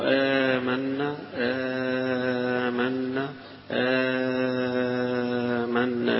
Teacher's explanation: آمنا، آمنا المد حركتين لكل القراء يسموه مد البدل هنا، لكن حتلاقي الأزرق عن ورش يمدها حركتين ويمدها أربعة ويمدها ستة